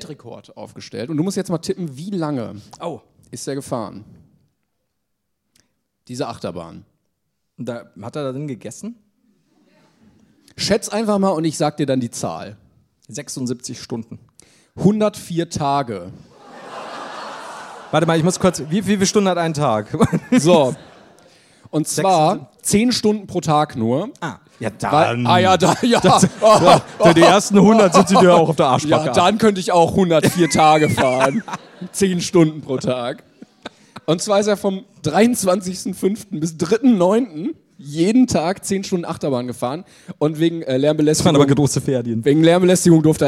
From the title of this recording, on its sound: LIVE in Berlin